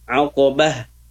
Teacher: tak marbutoh ketika mati, ketika wakaf ya, maka berubah menjadi ha